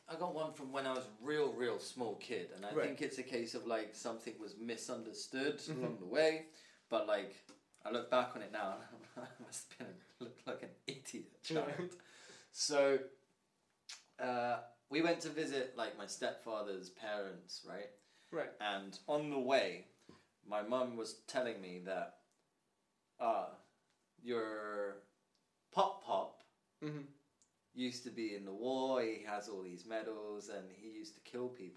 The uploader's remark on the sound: Apologies for the audio quality!